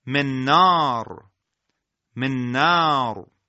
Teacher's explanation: اگر نون ساکنه اولی رو حذف کنیم به جای اون نون دومی مشدد خونده میشه · Term: ادغام